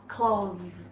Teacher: 发的时候舌尖在两齿中间放在，然后发的时候气流受阻的感觉，啊，是个浊辅音